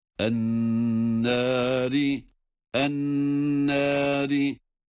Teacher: Nun şeddeli ve tutuyoruz. Evet, şeddeli durumda ve tutarak okuyoruz.